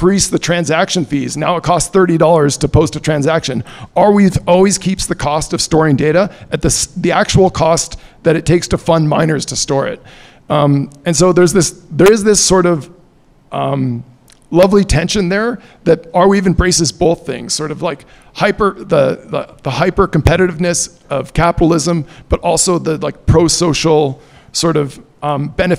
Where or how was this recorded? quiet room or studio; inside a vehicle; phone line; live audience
live audience